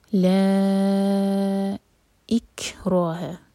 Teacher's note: اس کو ہمیں چار حرکہ کھینچنا ہے کیونکہ اس کے بعد جو ورڈ ہے وہ حمزہ سے شروع ہو رہا ہے، تو یہ ہے مد منفصل.